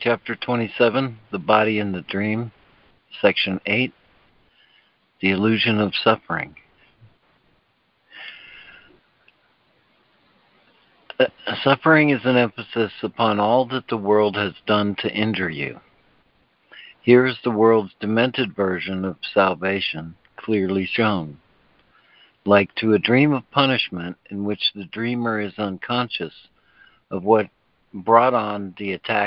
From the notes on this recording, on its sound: ACIM Daily Conference Call